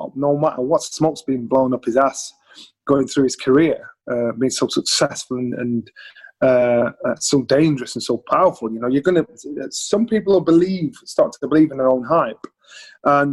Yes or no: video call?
yes